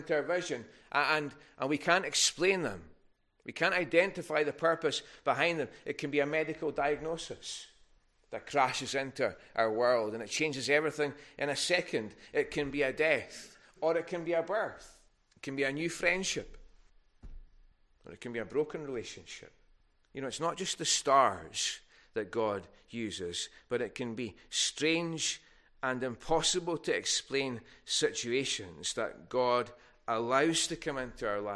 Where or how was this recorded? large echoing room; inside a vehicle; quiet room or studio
large echoing room